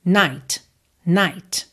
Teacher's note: esse T, ele vem purinho mesmo, sem nenhum traço de vogal · Term: não vocalizado